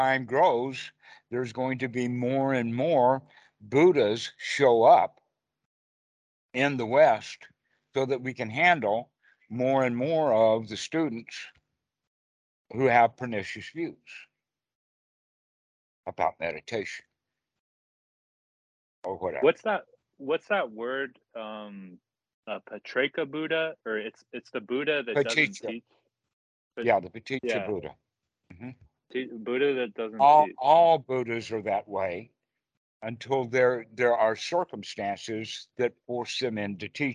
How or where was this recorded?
video call